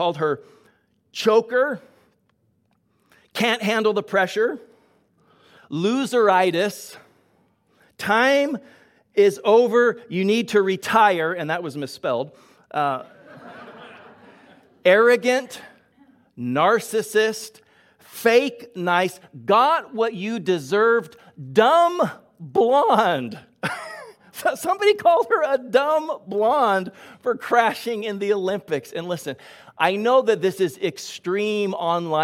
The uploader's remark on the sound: Delivered on 27 February 2022 at Grace Church of La Verne